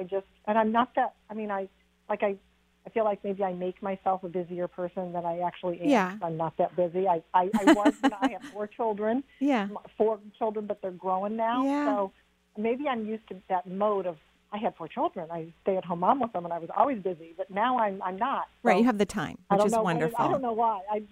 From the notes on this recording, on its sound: Enjoy this call-in show